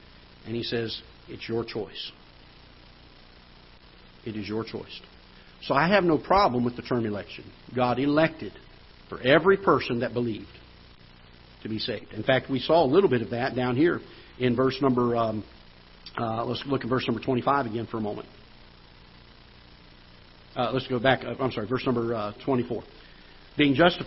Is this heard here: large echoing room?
yes